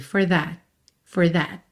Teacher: Vem para finalizar a palavra. Então eu posso simplesmente interromper o meu A, for that.